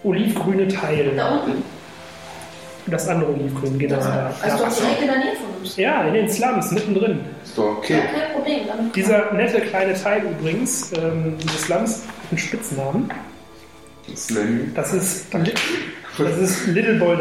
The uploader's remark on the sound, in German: Am offensichtlichsten ist, dass jede Folge in einer Live-Runde aufgenommen wird, deswegen kann ich mich nur schon einmal von vorne herein für die schwankende Qualität entschuldigen. Leider gibt es diesmal keine extravagante Audioqualität. Dies liegt zum einen an dem bereits zu Beginn angesprochenen Mikrofonproblem, zum anderen an kleinen Dingen, die bei einer solchen Runde gegenüber einer Internetrunde auftreten – Würfelgeräusche, Stuhlschieben und all den kleinen Problemchen.